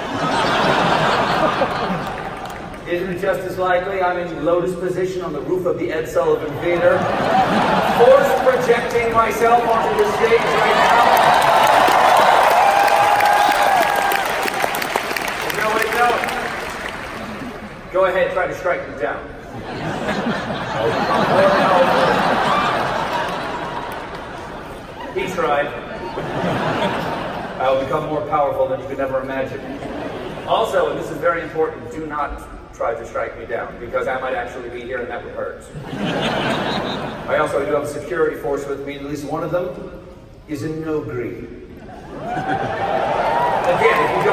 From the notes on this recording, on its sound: Star Wars Celebration Chicago Episode 9 Panel. This is the audio version of the SWCC 19 Episode IX panel.